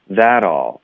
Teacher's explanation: That 跟 all 我们会连读，特的音会浊化。That all，然后我们这个句子的重音可以把重音加在 that 上。Okay，一般 that 呢我们会弱读，在这儿不会，我们会加个重音。英文的说那事儿，我们会强调它。What was that?